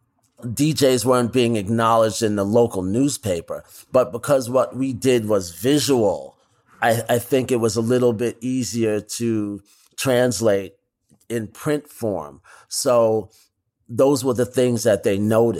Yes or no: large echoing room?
no